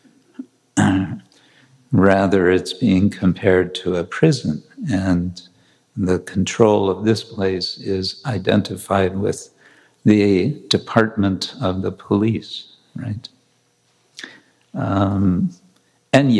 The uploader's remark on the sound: Lecture from New York ISKCON temple